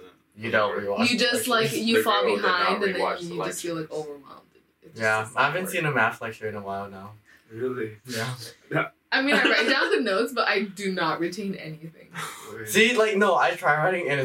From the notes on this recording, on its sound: We may or may have not the audio file for this episode soooo, hope you don't mind the bad audio quality for this one!